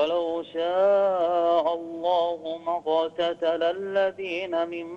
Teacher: القاف عندك قريبة من الغين